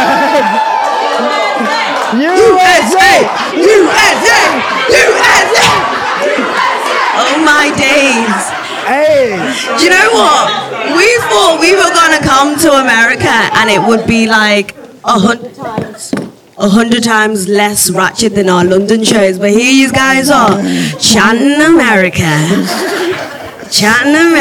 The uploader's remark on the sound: This week we come to you from our SOLD OUT live show in Austin, Texas. In front of an incredible crowd.